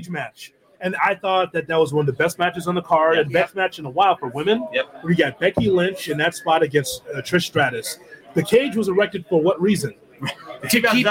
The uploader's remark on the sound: live from Starrcast in Schaumburg, Illinois